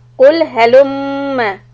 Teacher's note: Hold mim shad. Don't stretch the mim. Fatha is just one haraka.